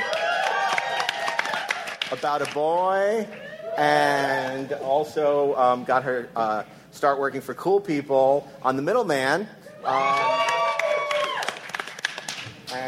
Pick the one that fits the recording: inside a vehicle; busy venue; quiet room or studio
busy venue